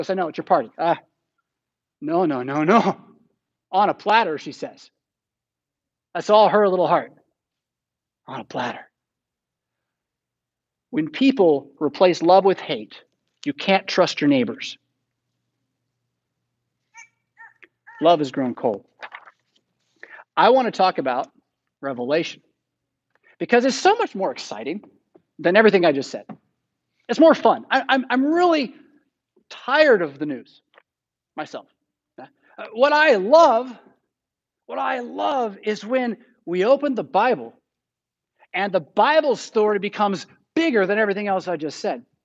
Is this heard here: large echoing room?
yes